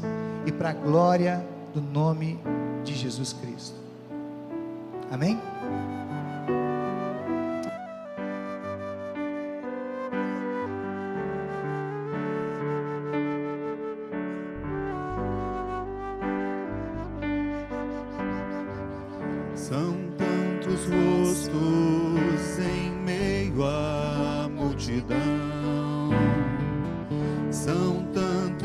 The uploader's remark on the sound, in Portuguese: Mensagem proferida no culto ao vivo do dia 12 de fevereiro de 2023, da Congregação Evangélica Luterana da Esperança, de Brasília (DF).